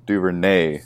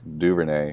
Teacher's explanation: Yeah, I will say the thing that I really don't like about this commentator, and it's more about Fowler, is he always says Duvernay, like instead of like Duvernay, just like normally. He always puts the emphasis on the A · Shown in: first take